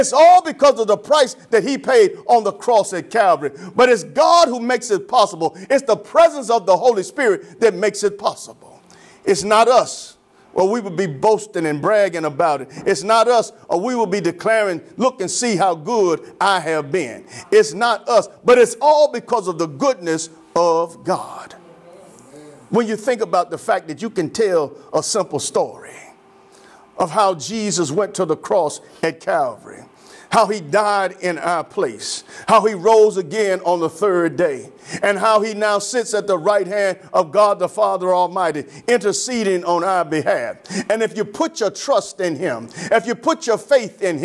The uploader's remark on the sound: Sermon preached from Wesley AME Zion Church.